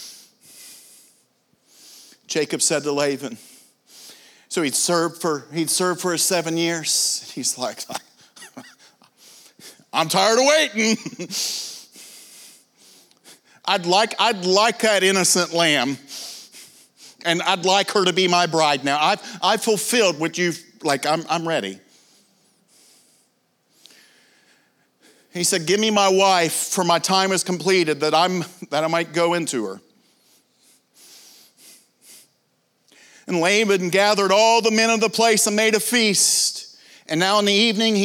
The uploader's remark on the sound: This is from the TUE Evening session from the 2023 conference.